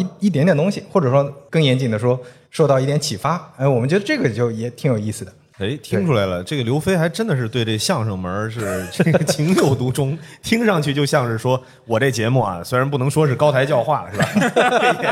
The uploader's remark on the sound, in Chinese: 本期节目是在刚刚过去的2023年CPA中文播客节创作者日活动的一场live录制。下面就让我们进入这期线下录制的精彩节目吧！